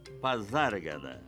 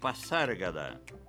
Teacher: Assim pronunciava o próprio Manuel Bandeira, como prova uma gravação deixada por ele. Nem poderia ser diferente, já que o S aí é intervocálico e, por isso mesmo, tem o som de Z. · Shown in: first take · Na verdade, as pessoas pronunciam Pazárgada, pensando que se trata de palavra espanhola, onde o S, mesmo entre vogais, tem esse som de C cedilha.